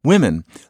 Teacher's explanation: when you go w, there's a tendency to want to pronounce the vowel afterwards with that same round, balloony sound